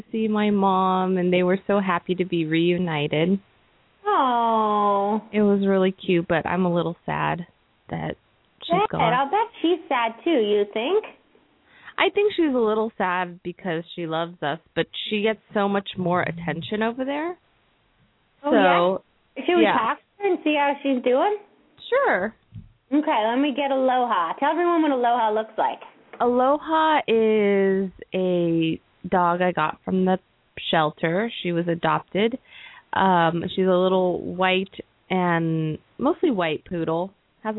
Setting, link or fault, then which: link, phone line